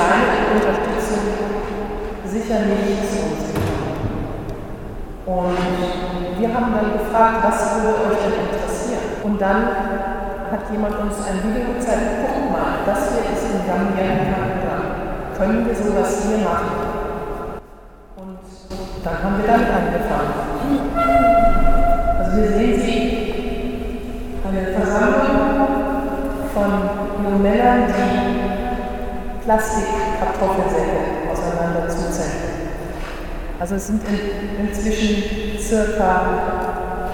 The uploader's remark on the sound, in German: Am vergangenen Freitag Abend fanden sich einige Interessierte aus Freiburg in der Herz Jesu Kirche am Stühlinger Kirchplatz ein.